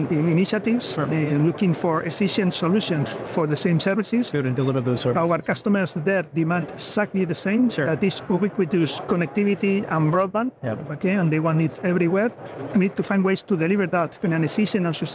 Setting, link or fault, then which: setting, busy venue